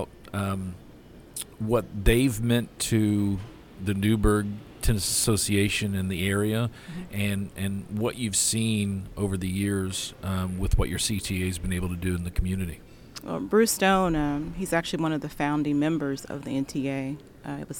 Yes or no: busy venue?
yes